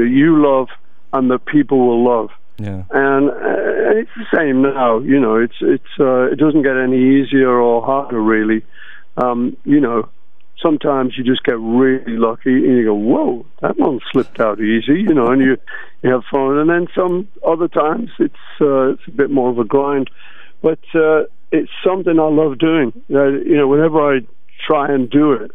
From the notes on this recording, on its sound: On The Phone.